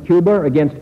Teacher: When Kennedy talked about Cuba, for instance, during the Cuban Missile Crisis, it would sound like Cuber if it was followed by a vowel · Term: intrusive R